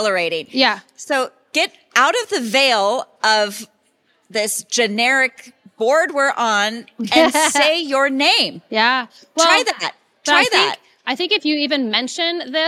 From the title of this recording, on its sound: live at the 2022 WIFS Conference